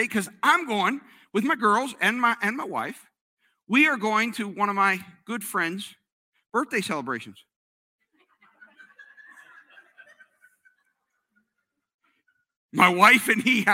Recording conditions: large echoing room